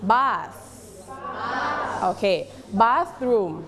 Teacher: say bathroom don't forget th you have to use your tongue เราต้องใช้ลิ้นเรานะคะแตะไว้ที่หลังฟันบนนะคะแล้วออกเสียง bath